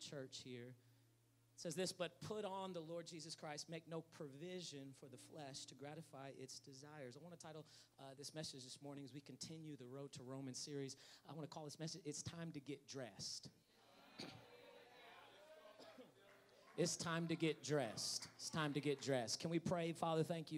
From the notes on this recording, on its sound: Preached in 2019 at All Nations Worship Assembly San Bernardino.